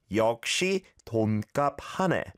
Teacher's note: going from a ya vowel sound in 역시 to a o vowel sound in 돈 can be a little tricky